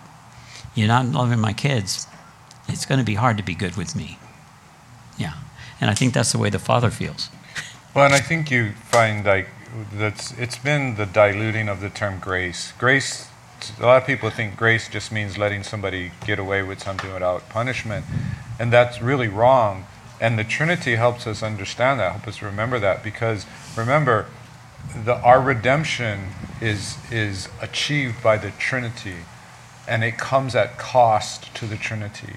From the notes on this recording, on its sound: Recorded at Waialae Baptist Church. Conclude the conference by answering audience questions.